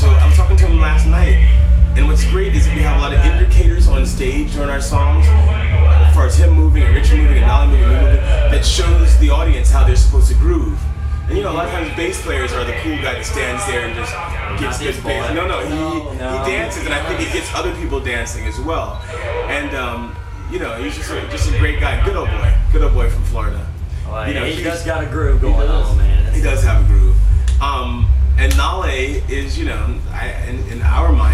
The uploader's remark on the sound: During the festival our audio recorder went out so we had to rely on our video. We videoed the interview and used the audio for the podcast.